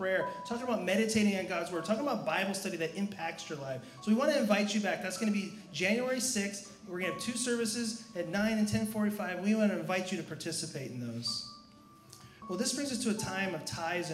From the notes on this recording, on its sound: La Jolla Community Church held two services on Christmas Eve (December 24, 2018) at 4:30 and 6:00 pm. This is a recording of the 4:30 pm service. The service begins with carols played by a string quartet.